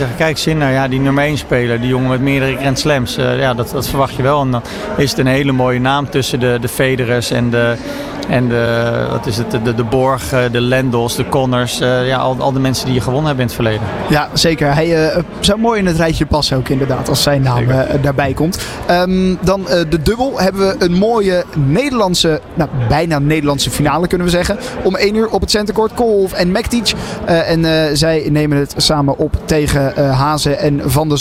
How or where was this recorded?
busy venue